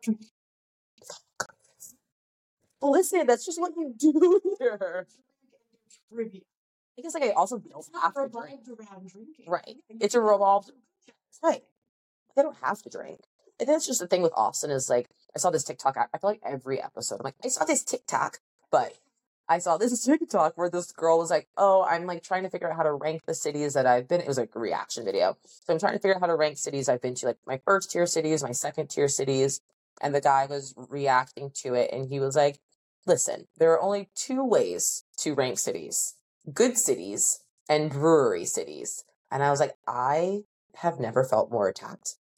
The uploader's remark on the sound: in trying out a new video format, we ran into a few issues with the sound quality.